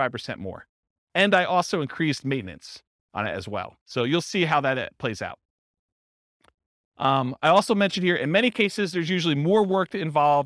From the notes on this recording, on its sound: This was a live class recorded